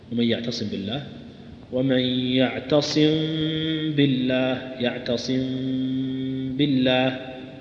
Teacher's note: تخفيها عند الباء بحيث يخرج معها غنة من الأنف، غنة فيها شدة يسيرة جدا جدا لا تكاد تذكر · Term: الإخفاء